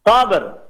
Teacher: Ada dua huruf mati bareng. Kemudian ronya dibaca tebal. Yaitu taf him.